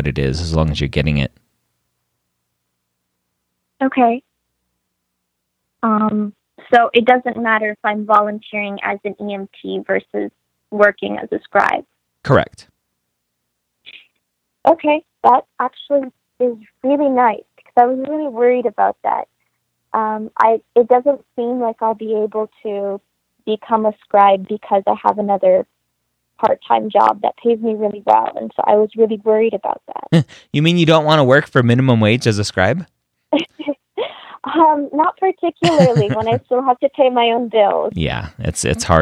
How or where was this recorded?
phone line